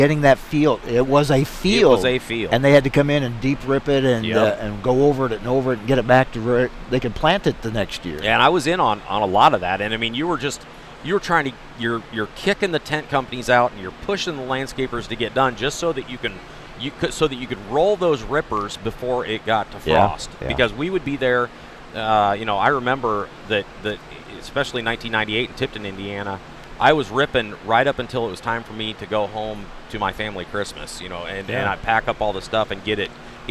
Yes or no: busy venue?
yes